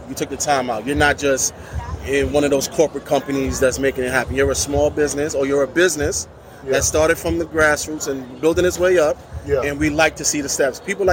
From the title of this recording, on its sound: Live from InvestFest 2023